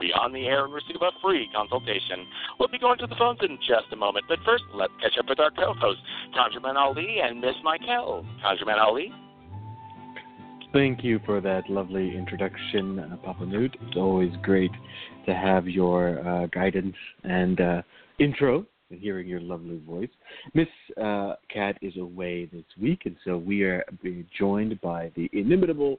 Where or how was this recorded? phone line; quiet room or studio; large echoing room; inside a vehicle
phone line